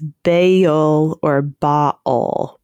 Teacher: in both cases, emphasis on the first syllable, but there are two syllables in either pronunciation